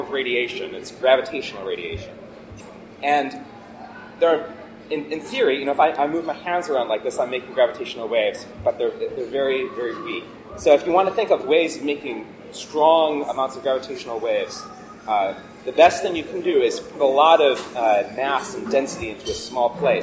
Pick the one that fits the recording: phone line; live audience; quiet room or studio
live audience